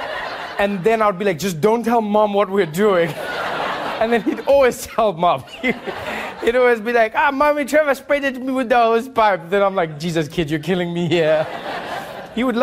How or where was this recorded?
live audience